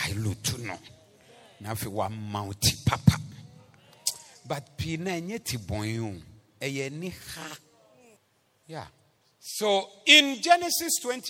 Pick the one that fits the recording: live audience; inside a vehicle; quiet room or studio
live audience